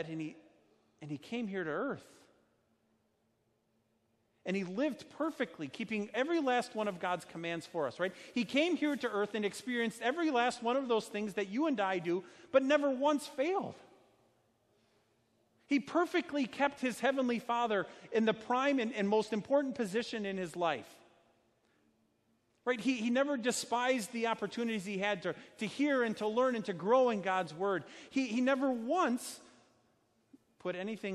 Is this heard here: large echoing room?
yes